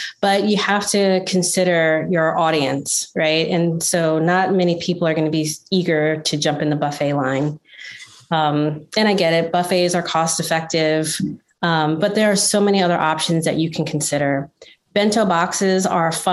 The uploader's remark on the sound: In this webinar recording